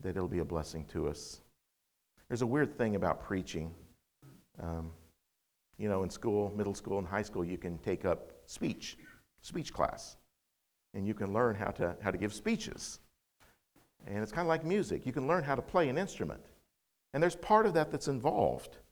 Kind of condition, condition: setting, large echoing room